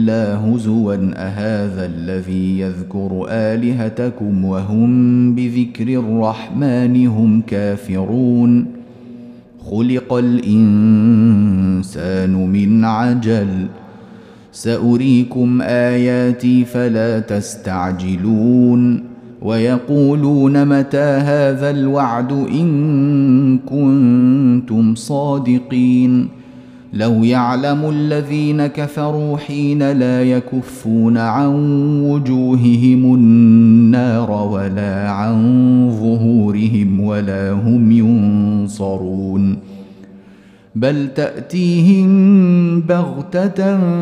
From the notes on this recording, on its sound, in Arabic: مسجل من صلاة التراويح بمسجد السلام بحي مشرفة بجدة.